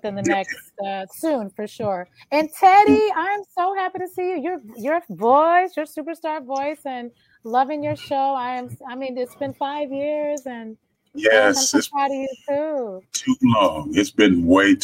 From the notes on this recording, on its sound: THE VIDEO INTERVIEW WAS ON FACEBOOK LIVE AT NIGHTTRAXXRADIO